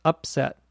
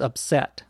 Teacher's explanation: notice the accent on the verb is on the second syllable · Shown in: second take